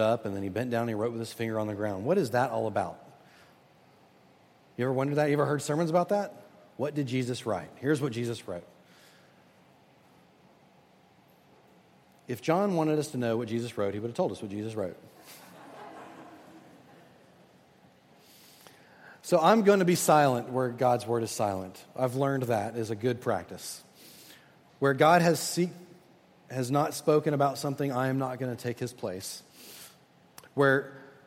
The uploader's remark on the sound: at Redeemer Presbyterian Church in Charleston, SC